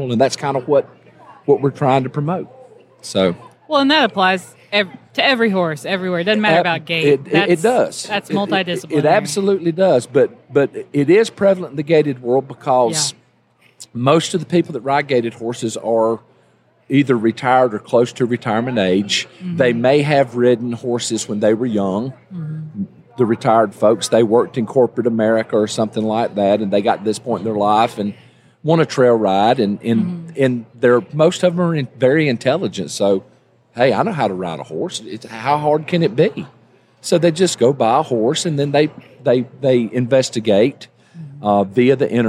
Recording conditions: busy venue